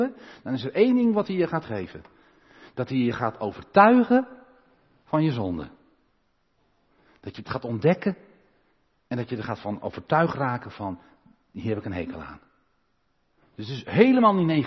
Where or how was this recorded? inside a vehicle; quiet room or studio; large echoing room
large echoing room